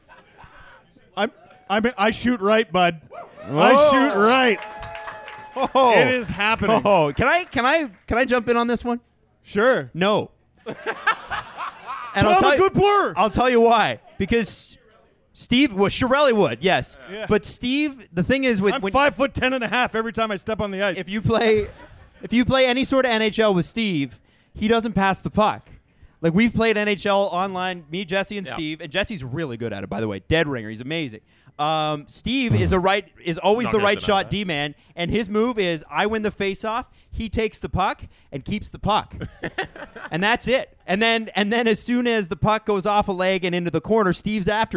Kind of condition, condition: setting, busy venue